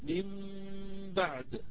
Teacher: بإطباق الشفتين عند الإقلاب وعند الإخفاء الشفوي